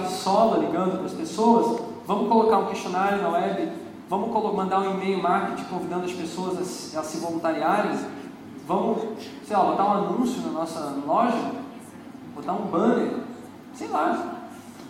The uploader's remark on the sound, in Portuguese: Palestra gravada no Searchlabs 2010. Palestra gravada no Searchlabs 2010.